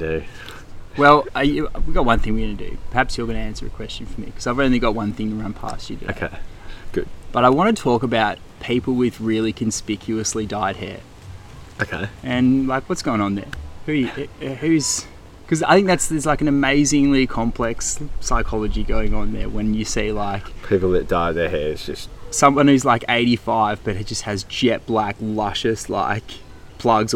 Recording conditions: wind noise